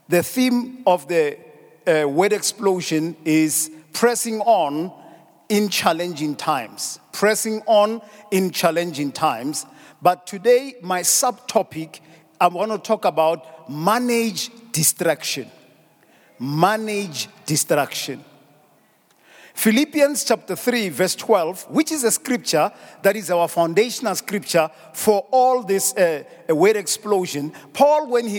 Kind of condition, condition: setting, large echoing room